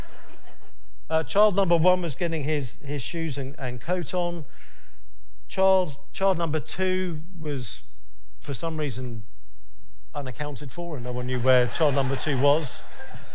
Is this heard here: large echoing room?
yes